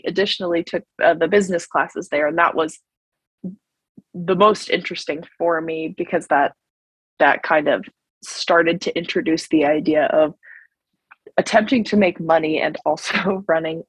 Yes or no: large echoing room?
no